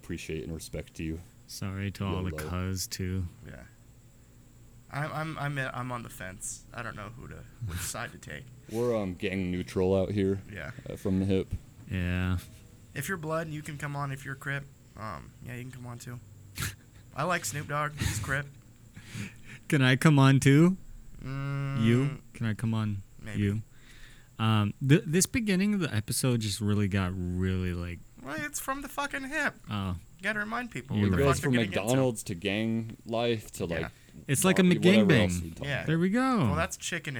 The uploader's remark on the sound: We outside on this one and a storm’s a brewin’.